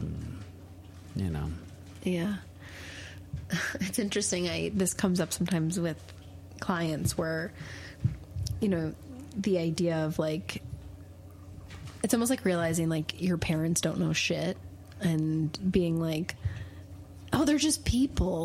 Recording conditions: sounds in the background